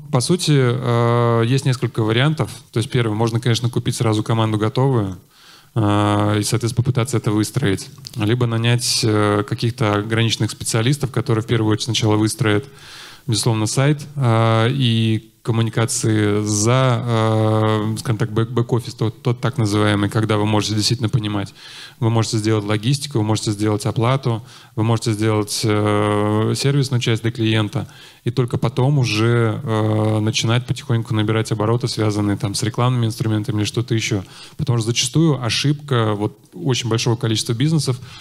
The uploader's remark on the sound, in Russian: Перед вами запись с конференции D2C Day.